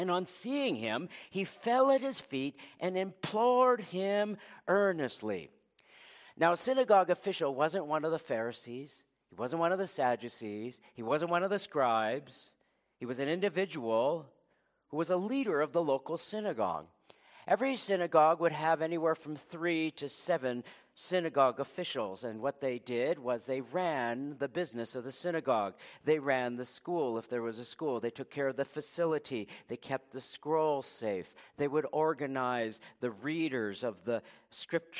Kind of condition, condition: setting, large echoing room